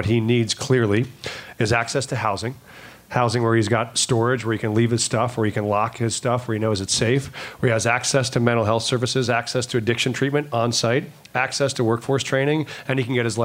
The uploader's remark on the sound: Moderated a Hot Ones-style forum. We’re proud to share a recording of that event here with you today.